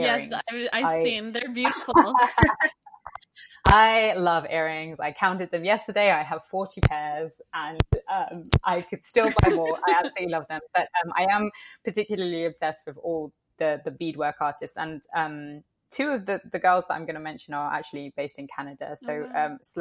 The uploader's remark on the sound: the audio in this episode was a tad bit messed up when it was downloading